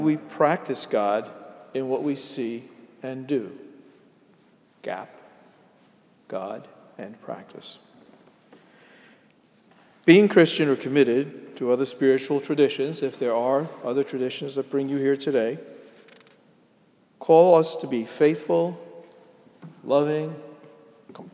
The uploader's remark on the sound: Sermon delivered at Jan Hus Presbyterian Church and Neighborhood House NYC